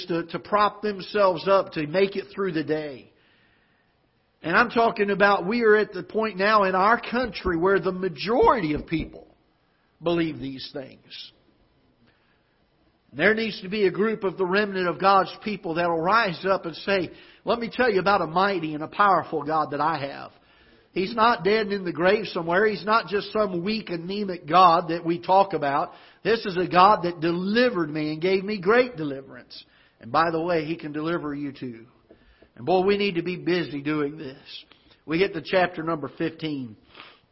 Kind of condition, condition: setting, large echoing room